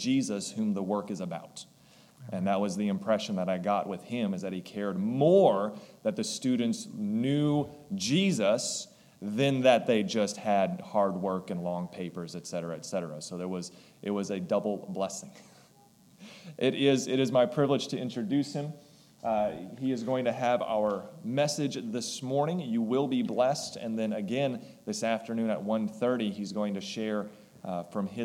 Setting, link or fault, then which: setting, large echoing room